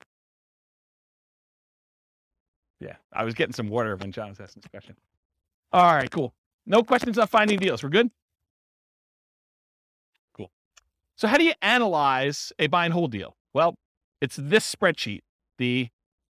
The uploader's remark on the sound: This was a live class recorded